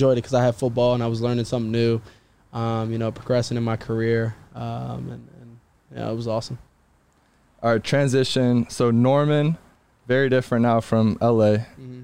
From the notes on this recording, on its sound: in the truck after practice